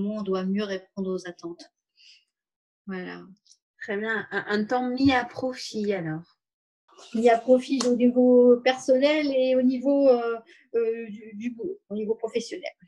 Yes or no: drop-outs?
yes